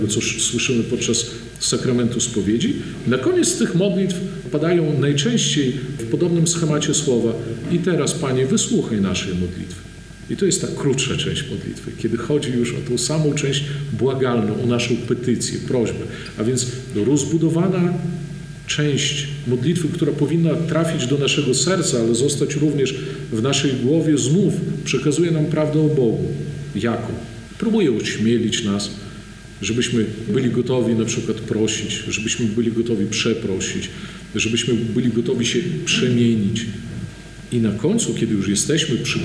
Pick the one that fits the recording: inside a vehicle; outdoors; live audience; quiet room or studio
live audience